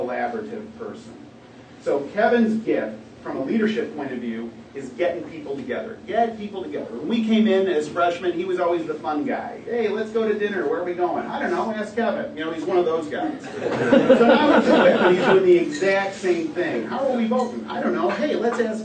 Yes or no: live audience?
yes